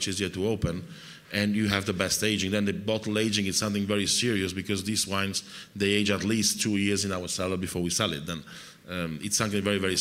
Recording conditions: busy venue